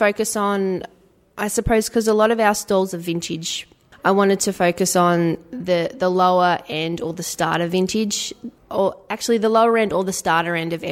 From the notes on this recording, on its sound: Our recording from during—and in the aftermath of—this year's Melbourne Pen Show.